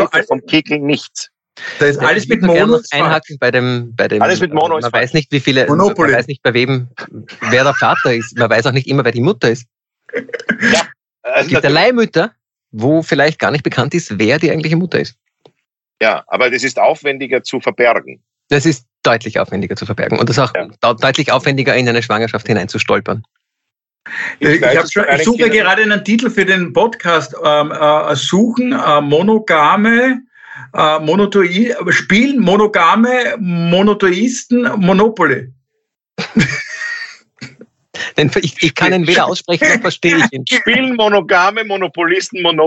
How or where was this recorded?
video call